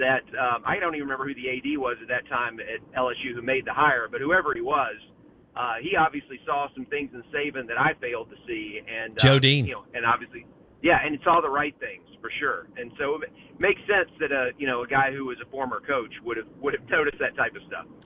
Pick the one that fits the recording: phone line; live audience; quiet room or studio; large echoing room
phone line